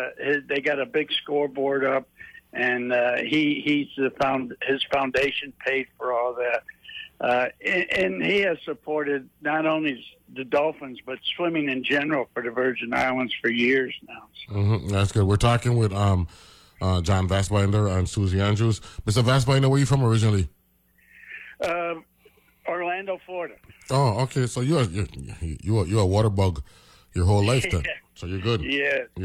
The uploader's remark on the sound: joined on the phone